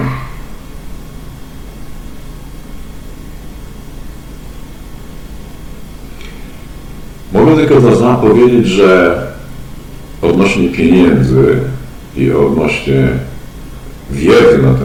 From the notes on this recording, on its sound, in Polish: Wybaczcie proszę jakość dźwięku.